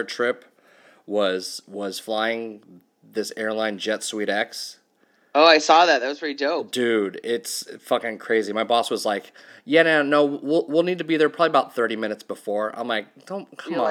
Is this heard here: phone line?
no